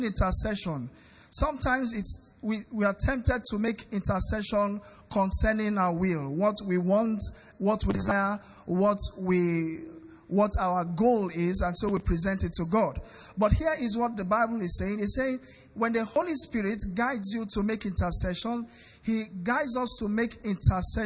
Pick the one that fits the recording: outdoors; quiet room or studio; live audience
live audience